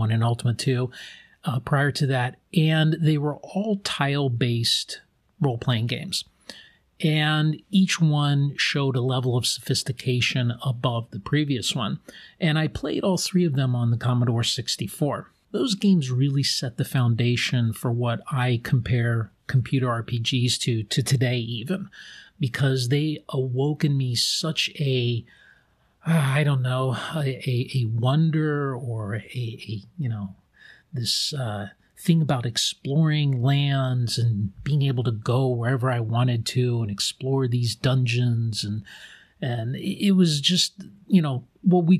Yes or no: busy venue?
no